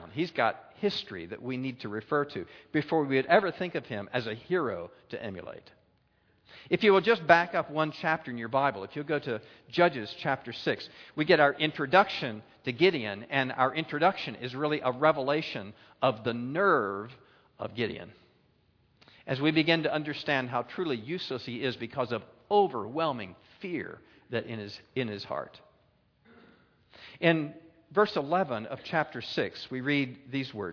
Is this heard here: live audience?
yes